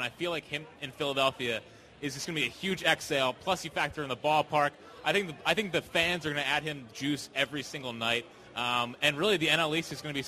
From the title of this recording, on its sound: Live from Chickie's